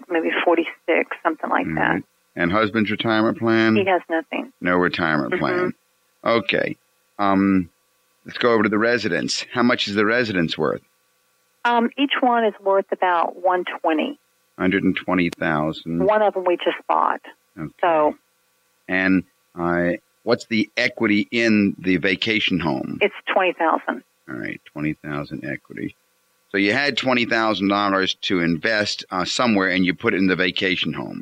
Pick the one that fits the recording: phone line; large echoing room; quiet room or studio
phone line